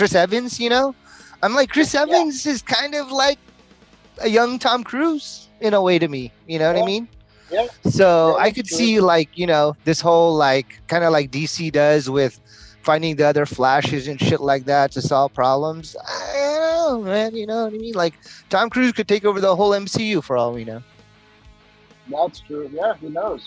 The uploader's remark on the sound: gives us a break down while driving north on the road